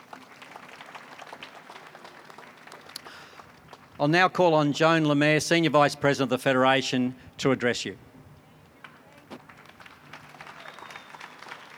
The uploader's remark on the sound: NSWTF Bridge Street Rally. The NSW Teachers Federation held a public rally outside the Department of Education in Sydney.